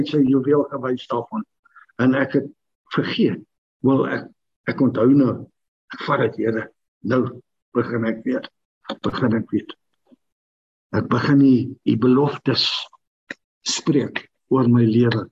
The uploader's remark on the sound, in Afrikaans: Manne van die Woord Zoom Byeenkoms 17 Maart 2022